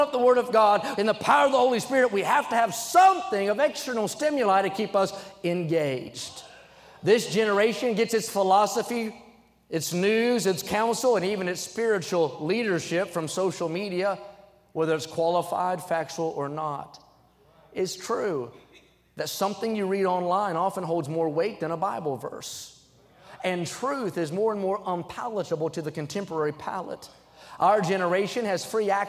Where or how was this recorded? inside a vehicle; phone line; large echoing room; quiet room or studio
large echoing room